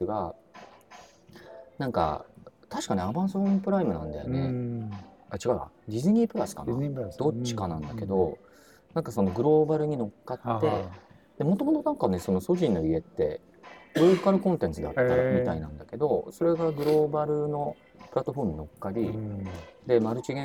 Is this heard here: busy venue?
yes